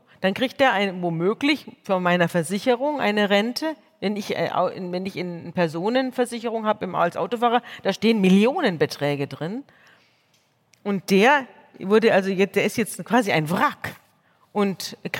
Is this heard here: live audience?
yes